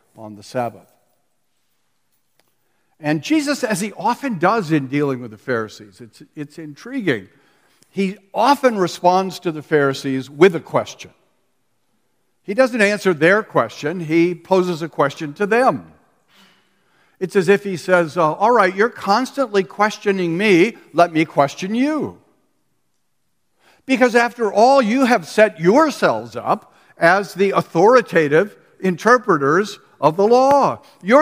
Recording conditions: live audience